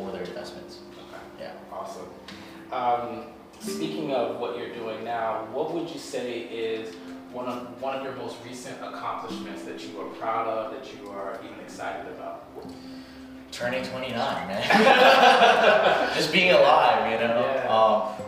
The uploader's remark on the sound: We had this interview live in one of his listed properties with several people in attendance. The island of Oahu in Hawaii.